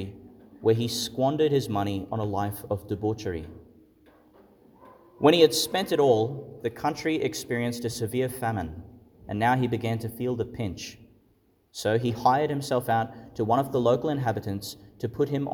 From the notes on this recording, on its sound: Homily for the Twenty-fourth Sunday in Ordinary Time, delivered in St Patrick's Church, Calliope, Qld.